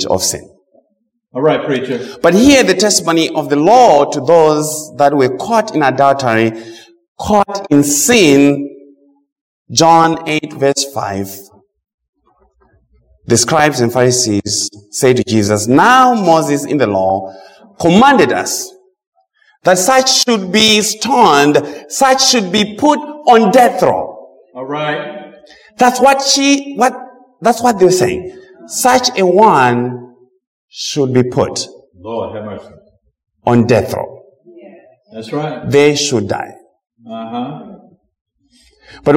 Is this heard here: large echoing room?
yes